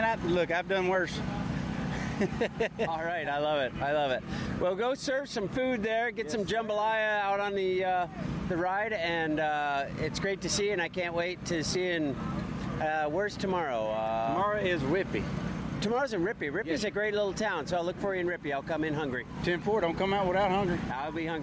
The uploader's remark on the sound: We went along with our microphone this year to to find some stories. A massive cross-state seven-day bicycle tour with tens of thousands joining every year.